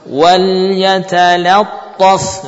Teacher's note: kalimat wal yatalattaf ya huruf ta-nya yang tebal selainnya tidak tebal